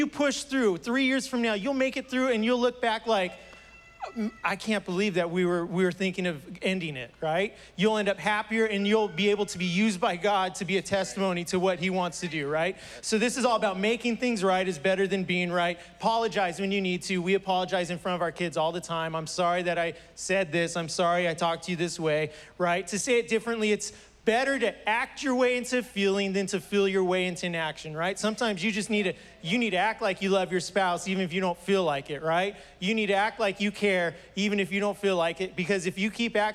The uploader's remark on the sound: was preached on June 20th at the 11:30AM service